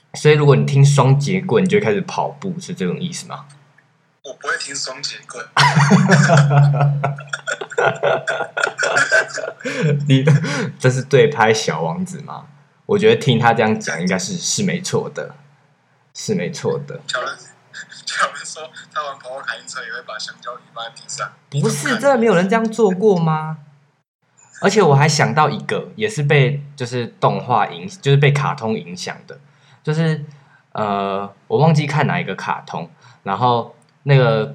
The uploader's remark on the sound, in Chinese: 這次跟三位好友一起直播。音質我盡力了非常之抱歉。